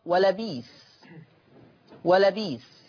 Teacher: قرأ ورش بإبدال الهمز الساكن في لفظي ولا بئس تقرأ ولا بيس